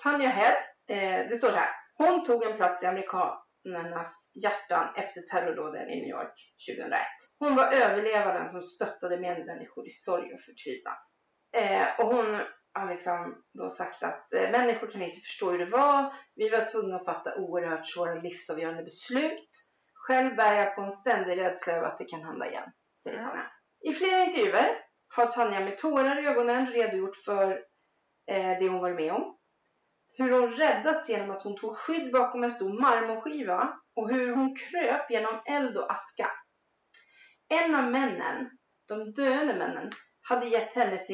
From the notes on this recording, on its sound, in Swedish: Jo vi spelar in en hel timmas snack utan att kolla ljudet - och mikrofonen står på för högt ljud å det skorrar och har sig.